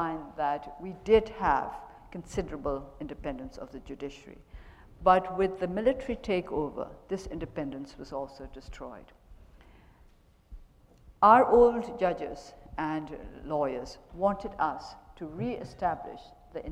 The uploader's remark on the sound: The Chubb Lecture 2012